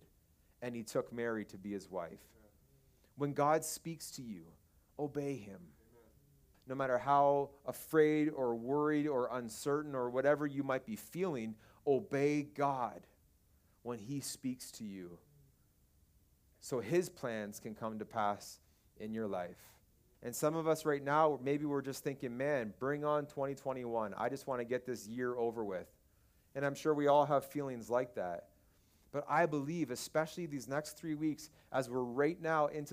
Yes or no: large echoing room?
yes